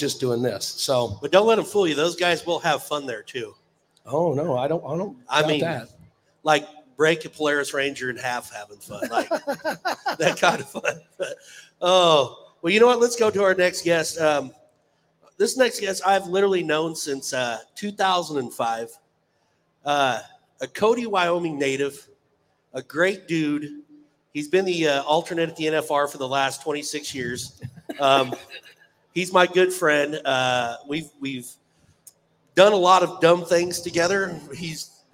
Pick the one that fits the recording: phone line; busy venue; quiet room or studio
busy venue